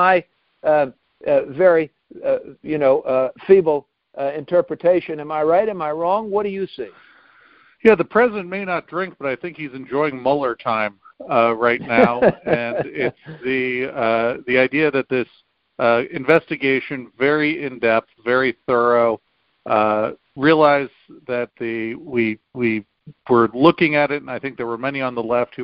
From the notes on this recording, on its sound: Calls in to talk about the bigger world.